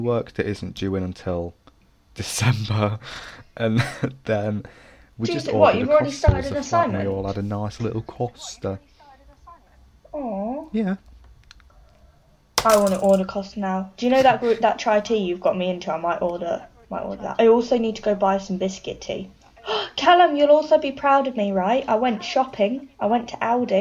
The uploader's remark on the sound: More audio issues, go figure, right!